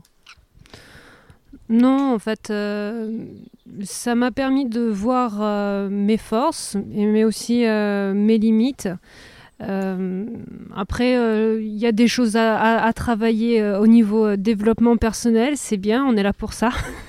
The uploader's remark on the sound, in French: C'est installée dans le golfe de Santa GIulia que l'équipeenregistrecette émission